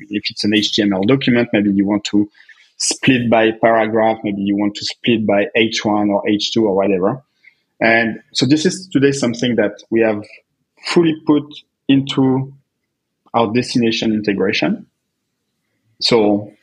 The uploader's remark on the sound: I had audio issues cuz he got a new computer and didn't use the correct mic